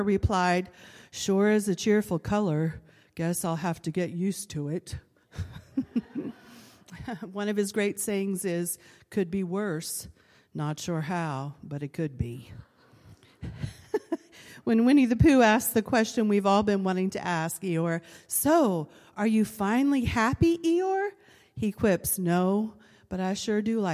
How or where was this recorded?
large echoing room